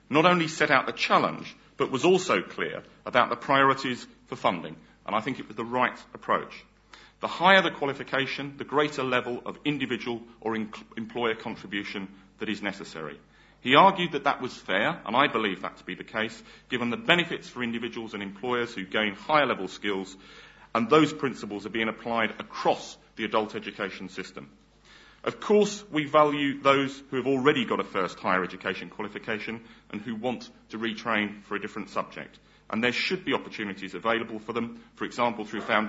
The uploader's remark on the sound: OUSAâ€™s 2008 Annual Conference was held in the old lecture theatre, Walton Hall.